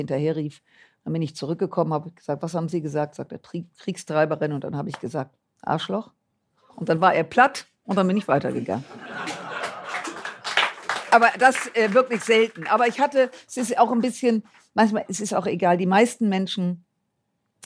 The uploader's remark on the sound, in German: vor Live-Publikum auf der Pioneer One in Hamburg aufgezeichnet worden